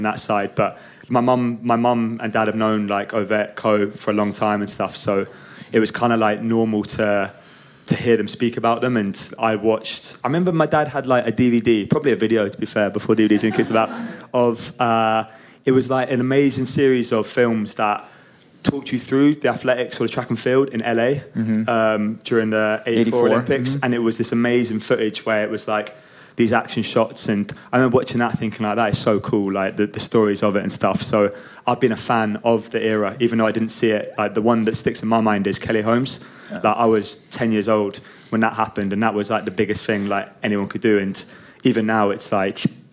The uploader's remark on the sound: I’m excited to share the recording from my live show in New York City this past Saturday.